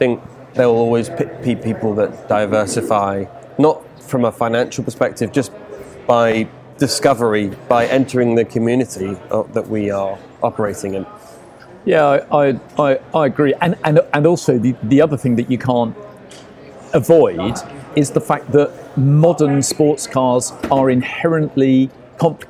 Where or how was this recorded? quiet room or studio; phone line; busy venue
busy venue